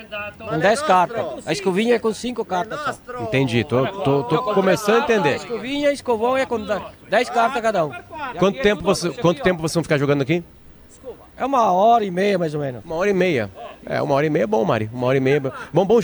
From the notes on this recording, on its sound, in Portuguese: Timeline ao vivo da abertura da Expobento e Fenavinho na Serra Gaúcha.